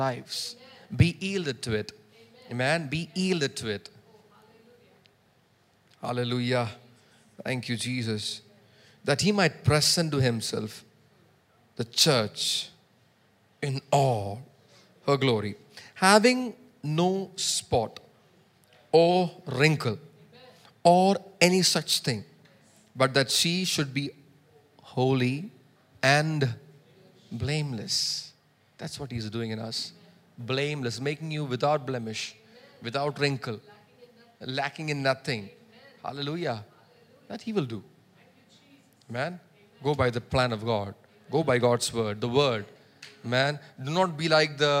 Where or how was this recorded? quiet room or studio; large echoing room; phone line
large echoing room